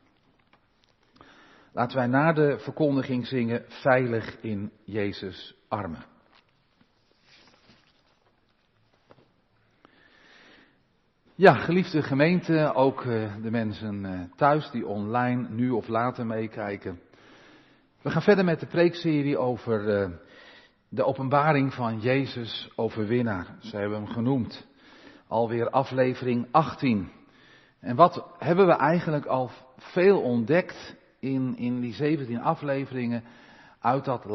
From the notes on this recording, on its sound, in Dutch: De preek is op 19 juni opgenomen in de Maranathakerk te Groningen